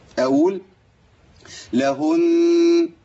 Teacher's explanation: والمشافاه بتقول ان النون المشدده بزمنها اطول من زمن المد